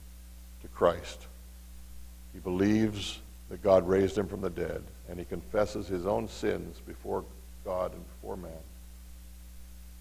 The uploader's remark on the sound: Mt. Zion Church Live!